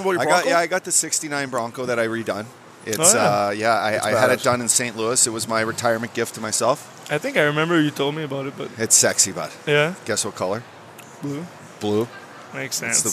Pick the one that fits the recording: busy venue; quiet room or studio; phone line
busy venue